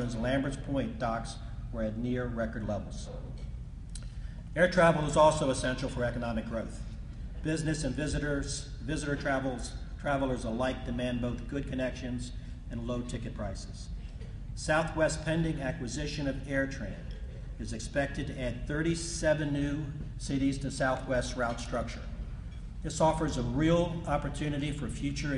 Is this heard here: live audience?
yes